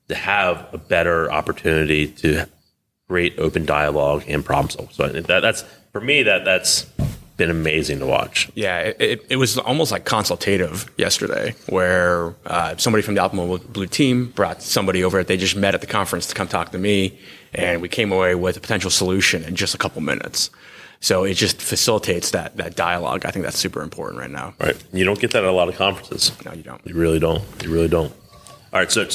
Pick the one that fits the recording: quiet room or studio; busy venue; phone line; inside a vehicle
busy venue